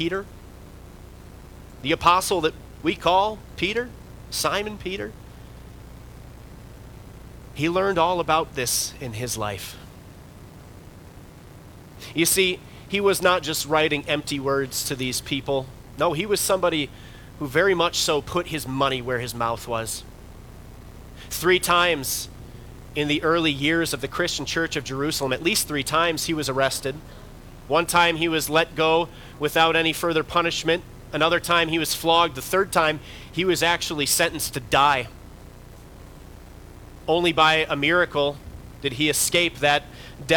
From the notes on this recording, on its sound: Bethany, Appleton, WI. Preached this sermon at Bethany's Saturday worship.